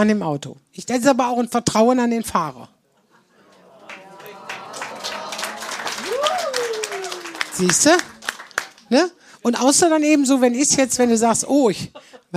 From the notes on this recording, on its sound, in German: Teil des Live-Podcast aus dem Talbahnhof.